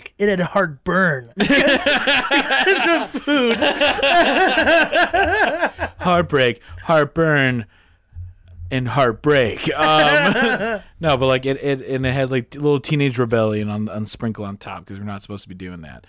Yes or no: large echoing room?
no